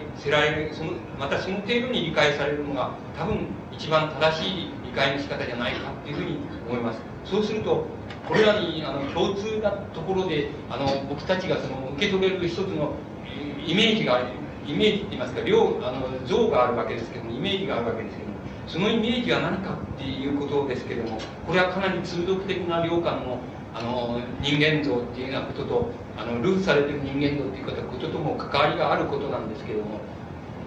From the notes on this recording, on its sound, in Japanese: 場所：長岡市中央公民館。音源は主催者提供。周辺のノイズが入っているが 比較的クリアに収録されている。質疑応答はオフマイクで録音。